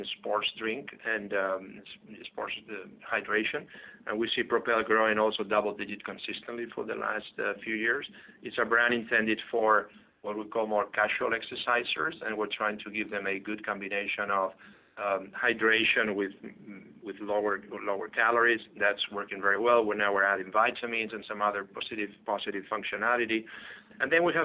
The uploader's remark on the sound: PepsiCo (PEP) Q2 2019 Earnings Call